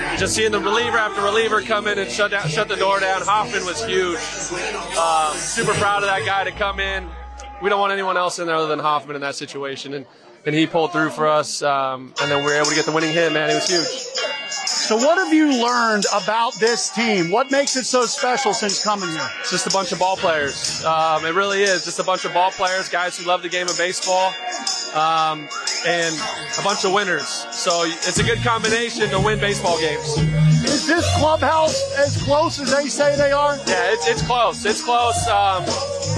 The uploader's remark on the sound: live inside the Phillies locker room during their celebration